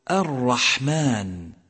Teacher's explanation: المخرج الثاني مخرج الراء، فهي تخرج من طرف اللسان بعد مخرج النون مع ما يحاذيه من لثة الثنيتين العليين، إلا أن الراء أدخل إلى ظهر اللسان أي تميل إلى ظهر اللسان قليلا